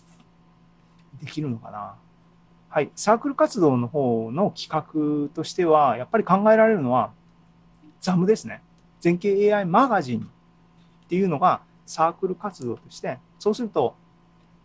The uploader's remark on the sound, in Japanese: ZOOMライブの模様です